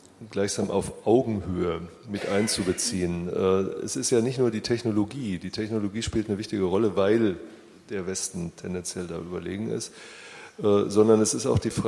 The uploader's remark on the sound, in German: Podiumsdiskussion. Im Senatssaal der Humboldt-Universität zu Berlin.